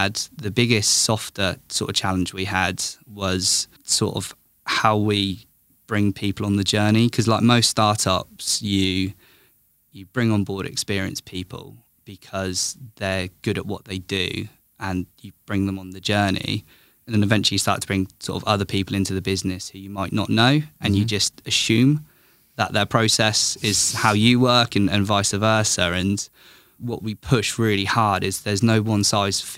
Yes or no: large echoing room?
no